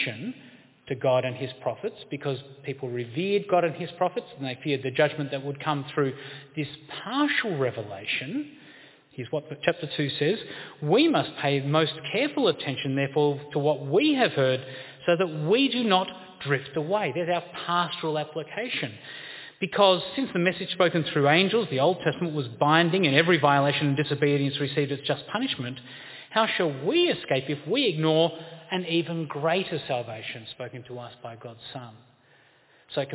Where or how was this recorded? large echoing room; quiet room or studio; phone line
large echoing room